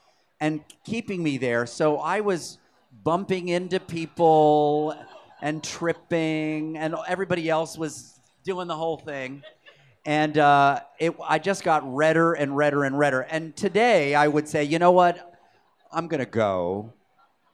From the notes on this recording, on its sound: Recorded at BroadwayCon2017.